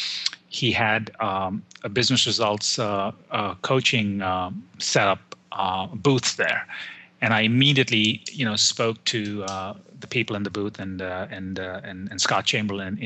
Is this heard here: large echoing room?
no